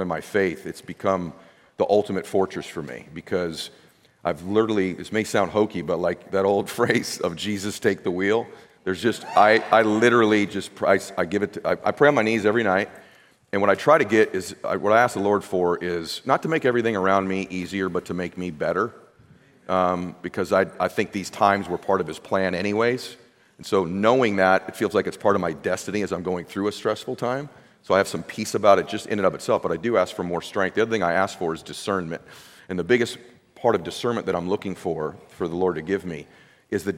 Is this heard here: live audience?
yes